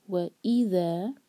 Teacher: اِذَا جو ہے دو سلیبل والا ورڈ ہے تو ای پر زور دیں گے